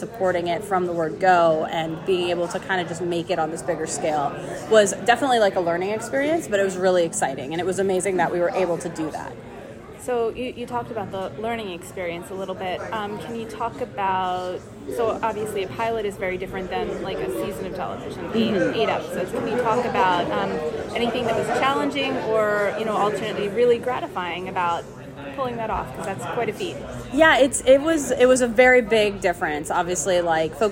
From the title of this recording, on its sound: With Us At NYCC!